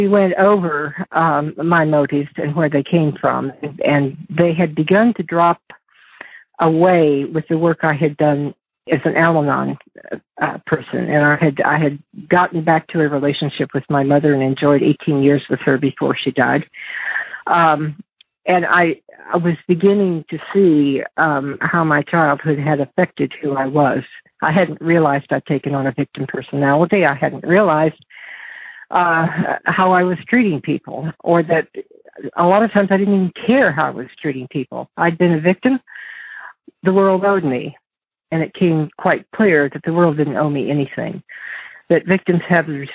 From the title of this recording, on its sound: Monday Noon Phone Speakers Series